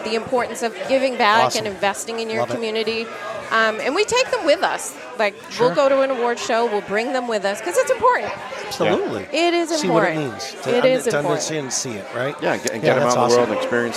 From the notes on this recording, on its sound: At the Culture on Tap Festival